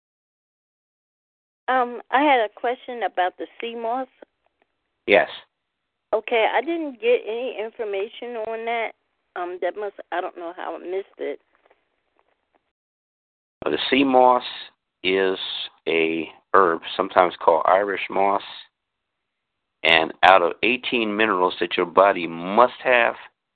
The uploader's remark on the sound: This free teleconference